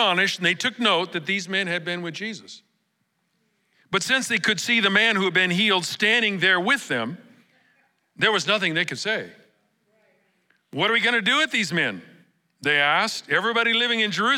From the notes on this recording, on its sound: Recorded live at Capital Church in Meridian, Idaho on October 1, 2023